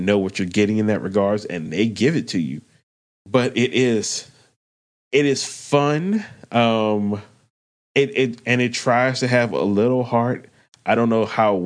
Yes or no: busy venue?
no